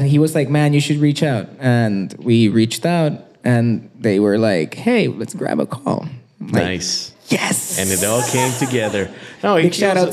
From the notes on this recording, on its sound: Recorded in front of a live audience at the beautiful Gibson Showroom in Hollywood.